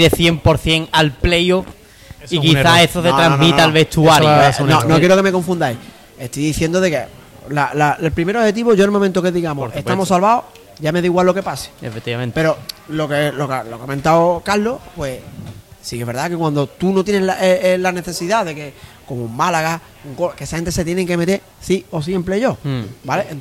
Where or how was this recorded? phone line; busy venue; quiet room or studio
busy venue